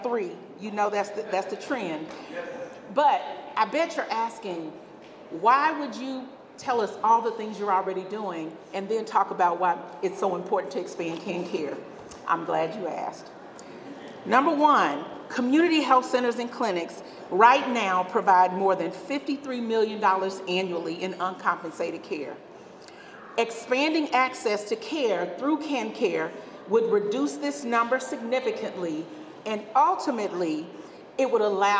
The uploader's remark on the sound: the full audio from the Rally for KanCare Expansion held March 15, 2023